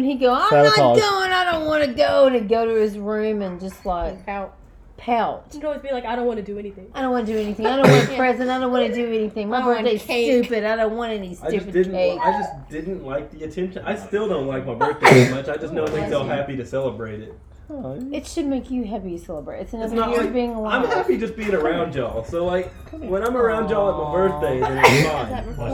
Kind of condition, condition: fault, sounds in the background